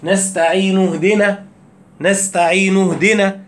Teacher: المد اللي في الياء الطبيعي اللي هو حركتين اللي هو بطبيعتك هتجيبه · Term: مد طبيعي